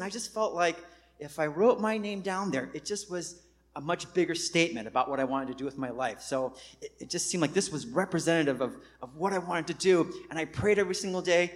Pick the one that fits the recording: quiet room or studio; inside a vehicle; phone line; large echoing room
large echoing room